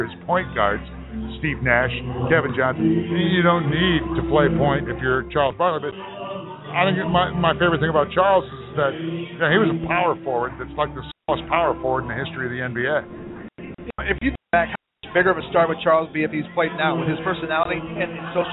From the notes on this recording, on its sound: Live from Wrigley Field Bar and Grill.